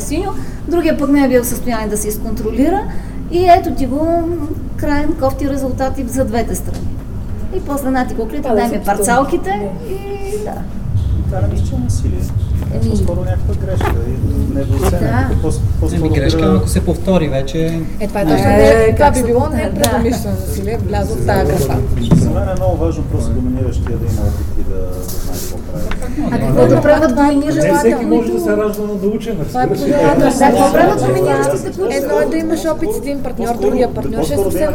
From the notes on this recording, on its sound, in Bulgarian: Запис на дискусионния панел в BDSM Unconference 2016.